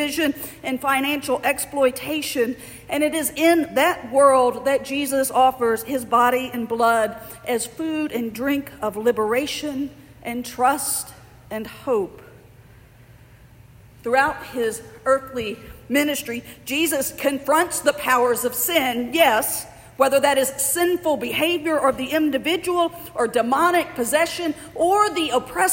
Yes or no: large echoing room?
yes